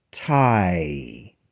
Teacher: Now I want you to notice that that vowel has two sounds. It starts with an ah and ends with an e.